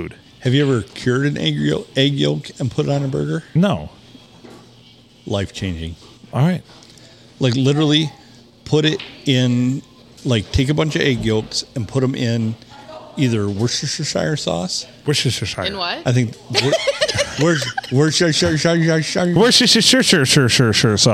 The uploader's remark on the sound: Recorded at the round table at the locally famous Blue Water Sports Bar in the 4-69.